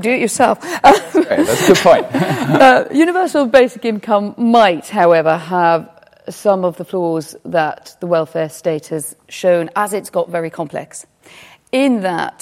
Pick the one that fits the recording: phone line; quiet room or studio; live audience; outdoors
live audience